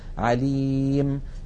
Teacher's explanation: يحذفون التنوين ويقفون بالسكون عليم. عليم أيضا يحذفون تنوين الجر ويقفون بالسكون فيقولون عليم.